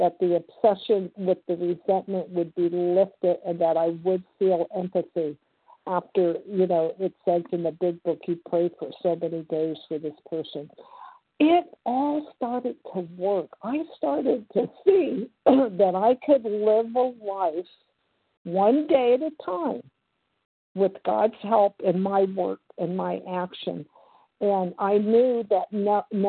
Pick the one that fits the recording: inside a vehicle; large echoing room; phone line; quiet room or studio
phone line